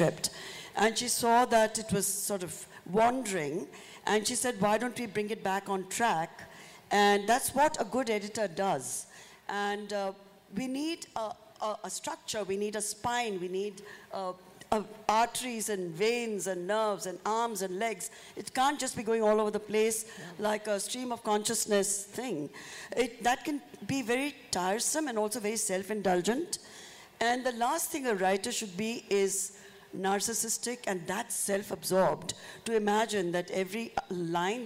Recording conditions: live audience